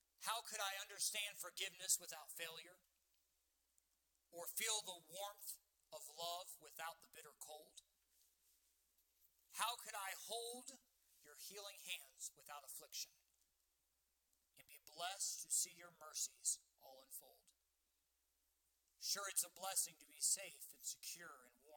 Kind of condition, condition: setting, large echoing room